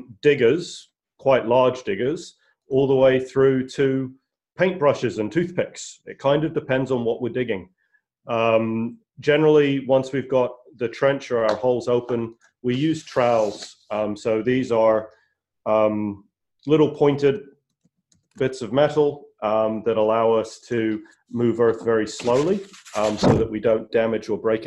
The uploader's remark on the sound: LEARNZ web conference